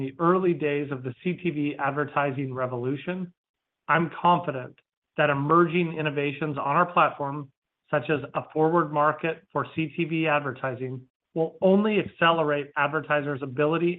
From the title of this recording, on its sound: Second Quarter 2023 Earnings Conference Call